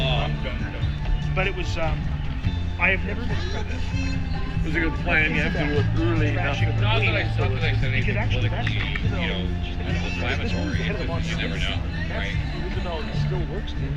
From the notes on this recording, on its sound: Live at the MMPR18 BBQ pt 2